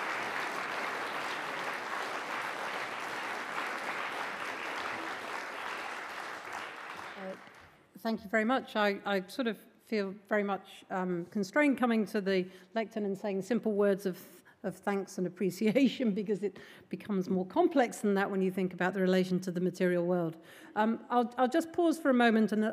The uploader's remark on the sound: Recorded 11 November 2013 at the University of Edinburgh's New College.